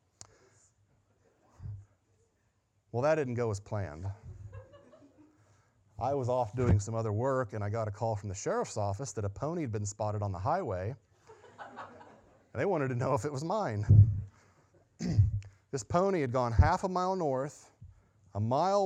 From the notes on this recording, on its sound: Sunday Morning Sermon Audio